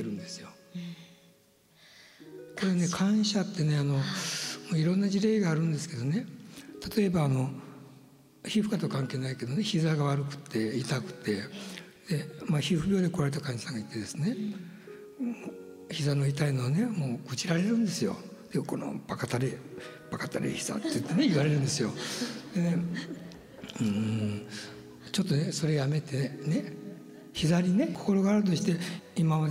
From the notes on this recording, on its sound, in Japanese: 山口県防府市にて行った、公開収録の模様をお届けします。